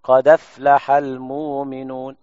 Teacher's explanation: قد أفلح، الهمزة على فتحة، ينقل الفتحة إلى الدال، الدال الساكنة، فتحرك الدال بنفس الحركة وتحذف الهمزة · Term: النقل